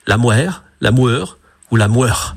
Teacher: Quant aux habitants de Cerques, ils avançaient les lèvres en avant, ils labialisaient, et ils disaient la moire, la moeur ou la moeur.